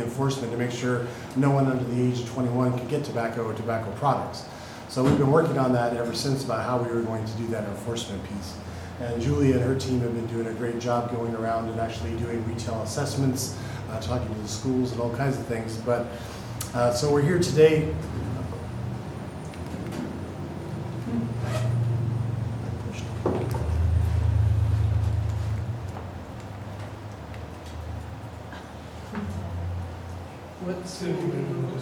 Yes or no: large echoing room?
yes